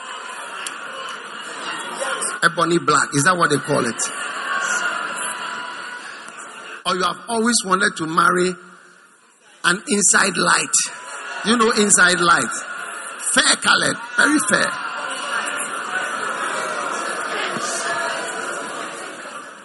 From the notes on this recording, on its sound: Preached at the First Love Center, Accra.